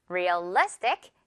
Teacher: 가운데 있는 이 리 부분을 강하게 발음해주면 돼요. · Term: 강세